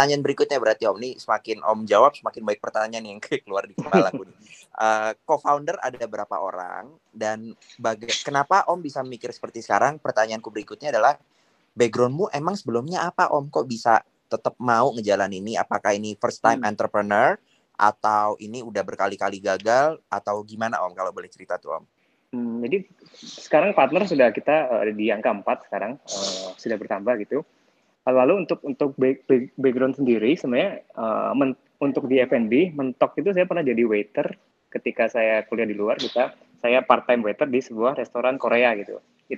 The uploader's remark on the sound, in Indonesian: Clubhouse Session. Rekaman clubhouse sesi ke-11.